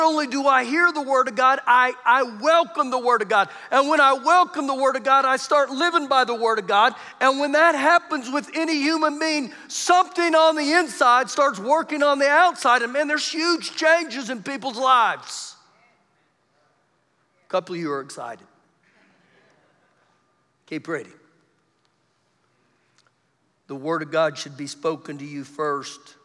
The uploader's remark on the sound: Recorded live during our Sunday morning service